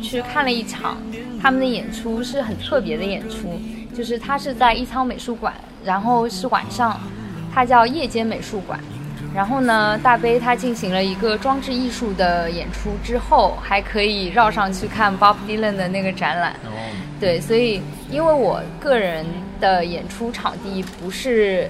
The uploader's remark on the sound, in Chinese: 这次的播客是在一见图书馆的露台录制的。我们刻意的没有抹去环境音的真实。听到那些沿街驶过的汽车，树上的鸟叫声，吹过露台的风，那些你不曾注意的声音。